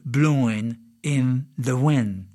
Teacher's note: Le « g » de « blowing » n'est pas prononcé pour faciliter la rime et nasaliser la langue en anglais américain.